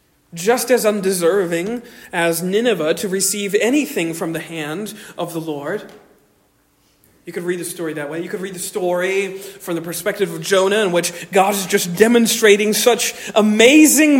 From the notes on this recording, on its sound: Originally delivered on 24 September 2023 at Stonington Baptist Church, Paxinos, PA